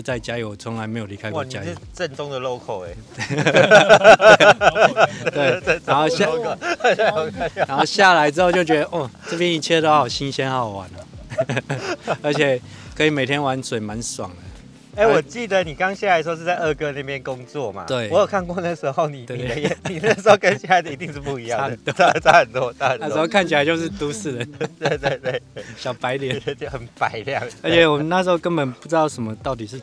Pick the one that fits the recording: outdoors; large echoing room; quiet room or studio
outdoors